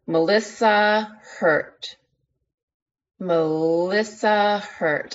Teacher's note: I'm feeling that S that feels like a Z in my mouth.